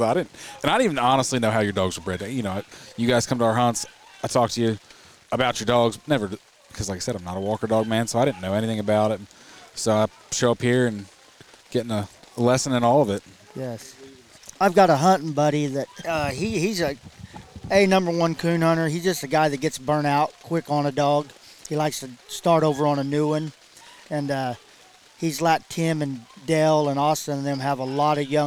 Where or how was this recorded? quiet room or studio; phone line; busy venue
busy venue